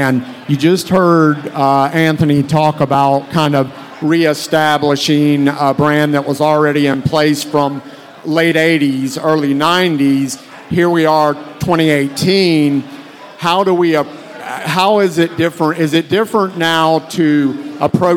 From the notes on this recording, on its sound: Panel discussion recorded live at Rock n Pod.